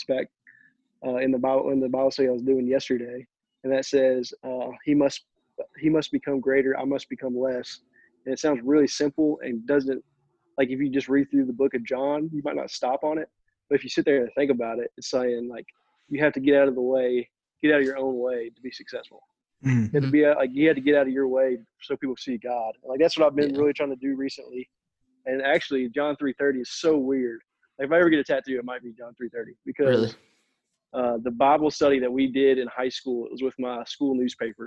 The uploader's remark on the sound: Had a nice zoom call.